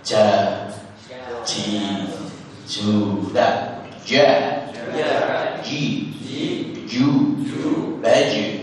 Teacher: Huruf jim tidak boleh keluar anginnya